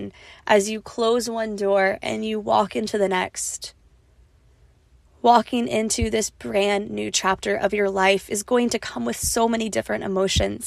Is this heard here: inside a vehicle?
yes